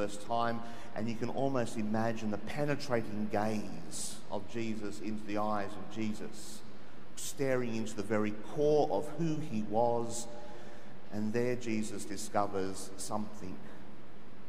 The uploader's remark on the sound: The homily from Sacred Heart Cathedral, Hamilton